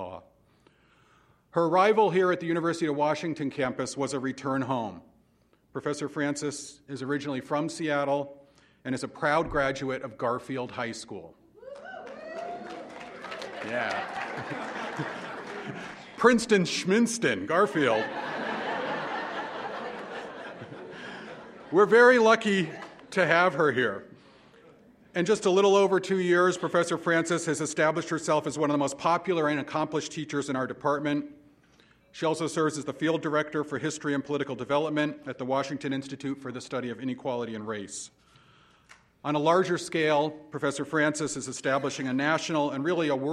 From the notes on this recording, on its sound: at Kane Hall on October 12, 2016